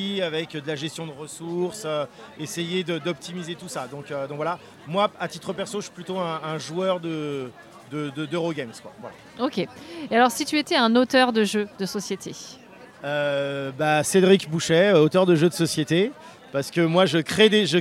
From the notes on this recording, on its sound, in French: Rencontre au festival Paris Est Ludique 2023